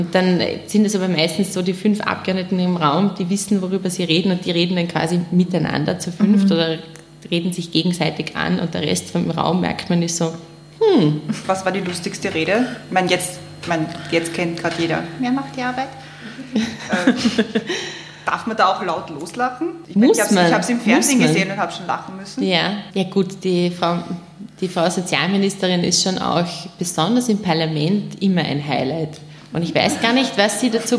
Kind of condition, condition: setting, live audience